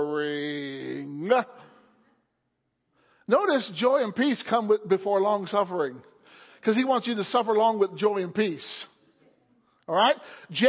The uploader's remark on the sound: Wednesday Night Service.